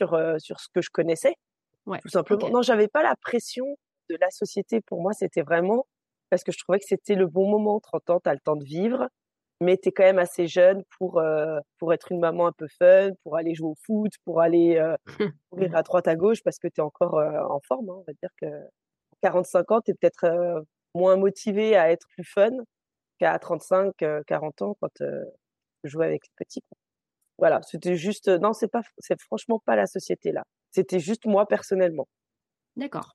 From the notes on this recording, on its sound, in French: Cet épisode a été enregistré en distanciel